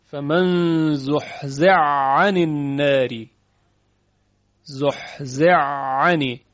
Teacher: حا در عین ادغام شده، ادغام کبیر و متقارن. البته ممکن است که شما اینجا اشکال بگیرید که حا و عین متجانسند چون از یک مخرج تولید می شود.